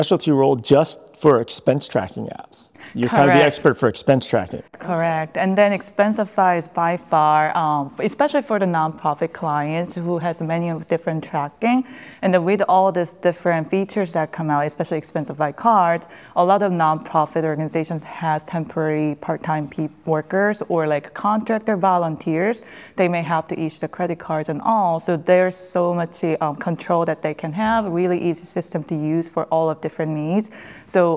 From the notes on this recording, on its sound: Recorded live at Expensicon.